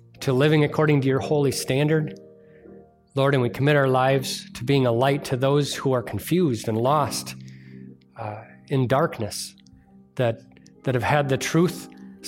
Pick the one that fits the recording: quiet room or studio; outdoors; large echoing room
large echoing room